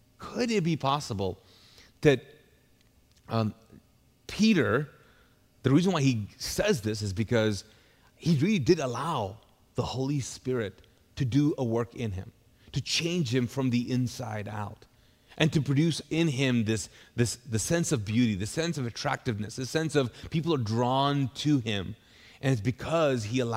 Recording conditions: large echoing room